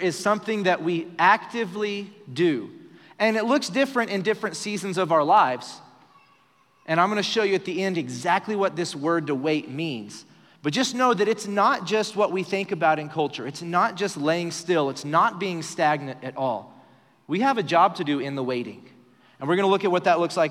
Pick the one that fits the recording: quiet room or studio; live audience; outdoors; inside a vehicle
live audience